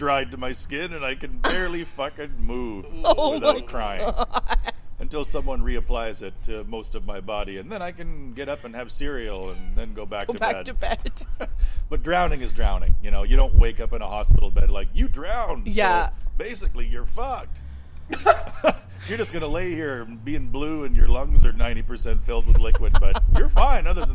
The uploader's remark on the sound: The Windy, Outdoor Edition